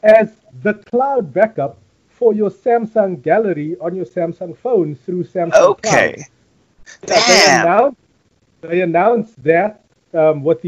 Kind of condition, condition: fault, poor sound quality